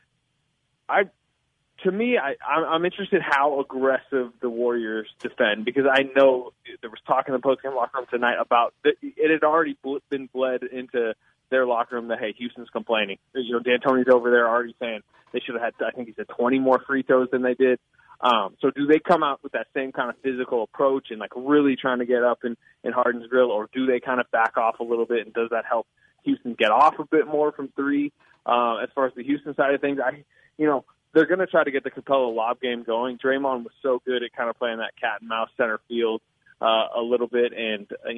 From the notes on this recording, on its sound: the phone lines buzz